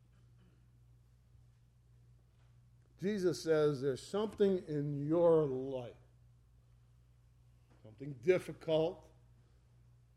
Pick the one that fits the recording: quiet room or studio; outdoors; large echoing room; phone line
large echoing room